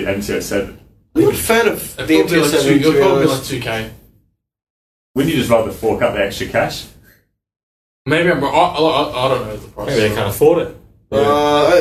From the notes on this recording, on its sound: Apologies for the poor audio quality as this has been resurrected from facebook's onslaught of audio compression